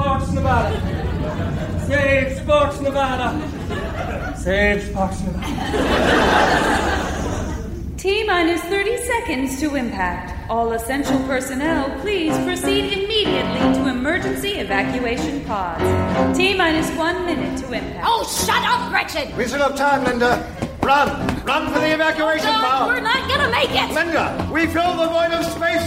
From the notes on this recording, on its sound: Recorded Live 8/6/2011 at Largo, Los Angeles.